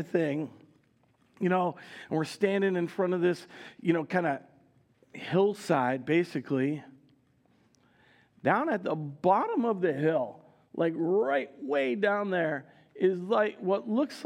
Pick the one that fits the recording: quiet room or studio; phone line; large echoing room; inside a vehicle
large echoing room